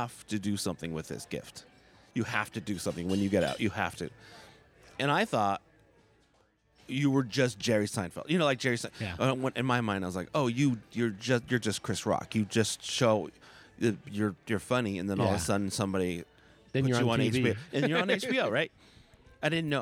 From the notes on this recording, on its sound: Today’s show was recorded at Sagebrush Coffee in Chandler, AZ. Today’s show was recorded at Sagebrush Coffee in Chandler, AZ.